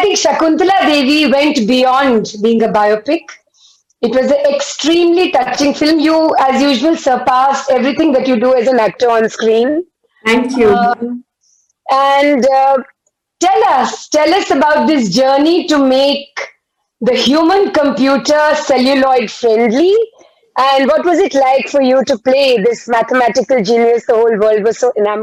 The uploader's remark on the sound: This episode is the audio version of a live online session from #JLFLondonAtBL2020